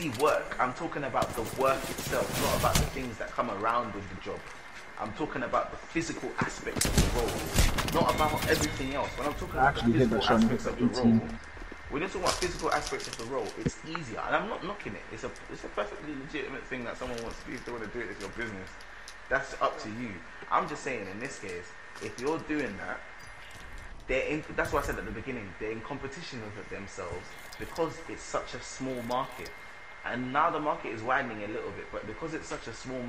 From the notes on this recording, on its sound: Sorry for the bad audio this week.